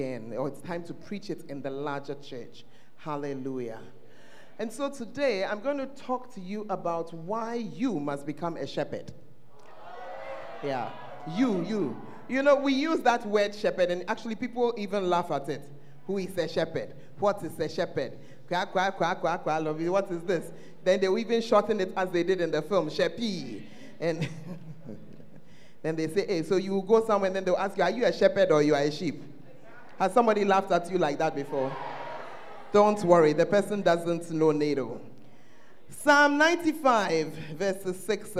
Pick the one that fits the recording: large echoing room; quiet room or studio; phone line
large echoing room